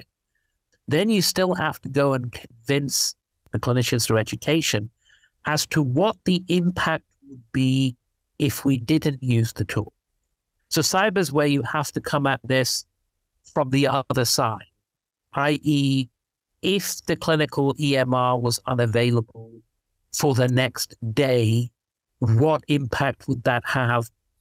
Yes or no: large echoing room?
no